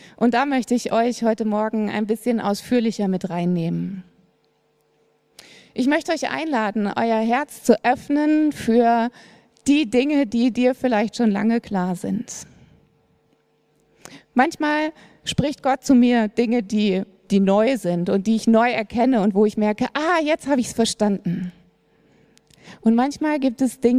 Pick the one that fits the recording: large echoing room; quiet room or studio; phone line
large echoing room